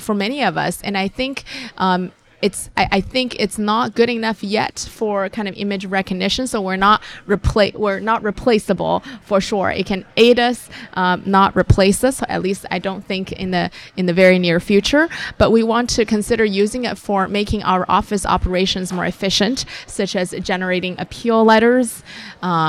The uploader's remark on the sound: live at Winter Clinical Hawaii 2024